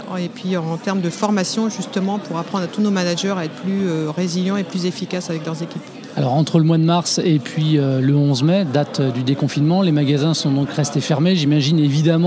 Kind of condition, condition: setting, busy venue